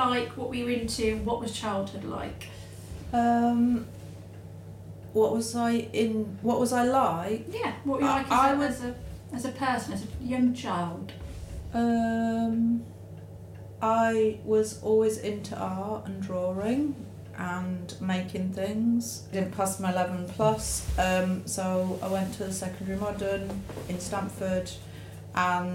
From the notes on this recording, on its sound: Apologies the sound quality isn't the best for this one, our 2 starter mics did the best they could with a conversation between 4?!